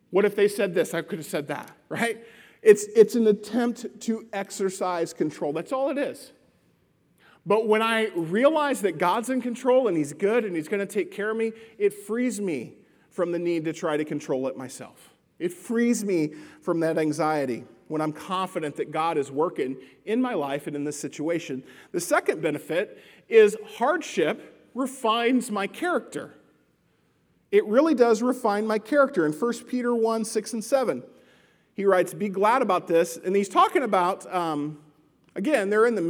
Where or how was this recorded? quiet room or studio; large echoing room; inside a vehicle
large echoing room